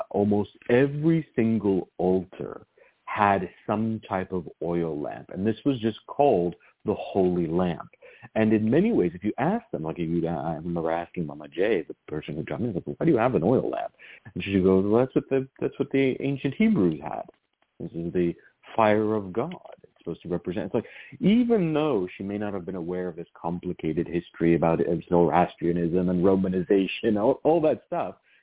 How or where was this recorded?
phone line